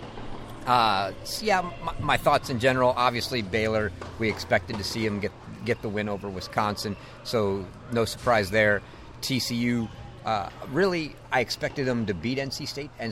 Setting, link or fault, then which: setting, busy venue